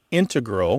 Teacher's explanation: You mainly hear integral with the stress on the first syllable among mathematicians